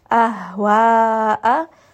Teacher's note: ha is going to be from the lower throat